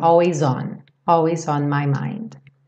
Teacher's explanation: Percebe como always junta com on e o S ganha um som de Z.